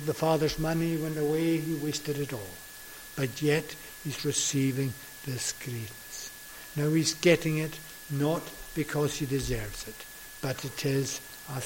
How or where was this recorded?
large echoing room